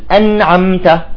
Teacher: لو لاحظنا صوت النون والميم نجد زمنهم أطول قليلا